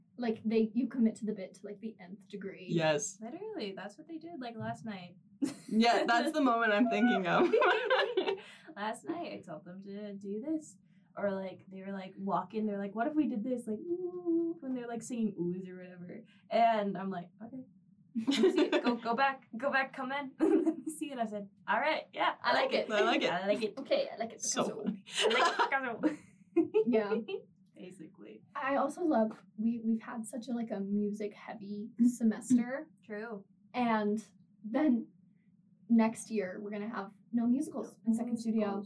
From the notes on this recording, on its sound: The recording computer decided that it hated us today and the audio was recorded on the incorrect microphone, so the audio quality is a little subpar.